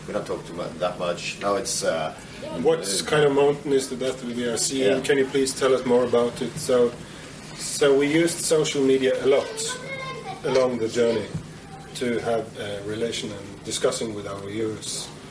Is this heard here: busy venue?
yes